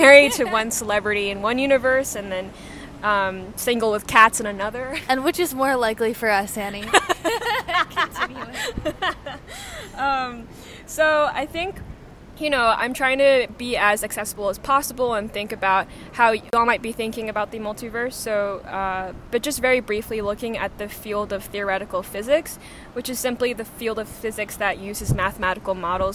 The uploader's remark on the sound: This episode was recorded outdoors. While editing we fixed the sibilance (’s’ sounds) but not the plosives (‘p’ and ‘b’ sounds).